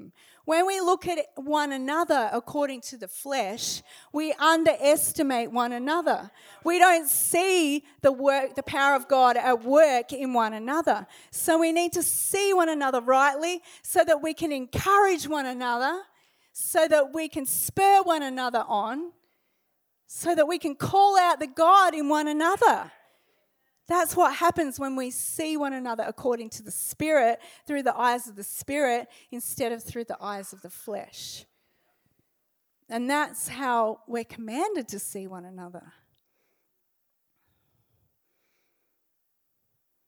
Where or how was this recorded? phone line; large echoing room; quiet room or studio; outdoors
large echoing room